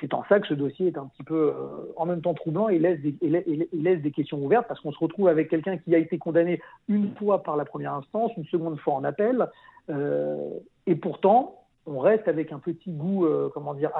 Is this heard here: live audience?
no